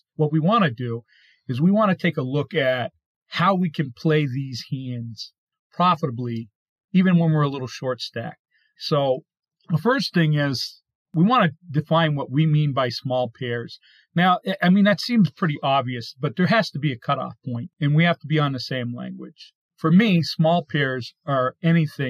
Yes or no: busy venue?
no